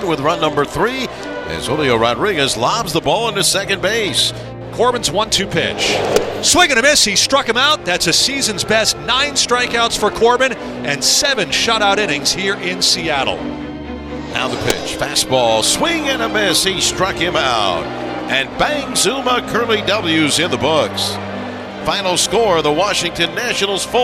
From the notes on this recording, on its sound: Live from T-Mobile Park